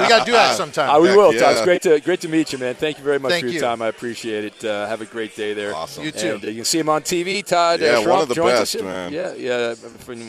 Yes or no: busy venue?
yes